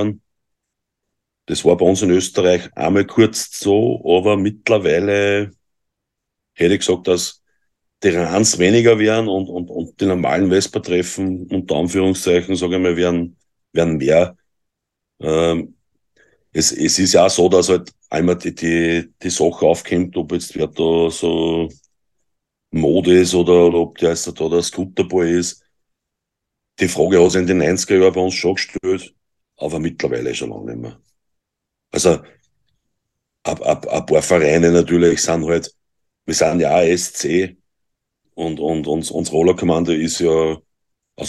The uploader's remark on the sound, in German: Wir haben uns über Zoom getroffen!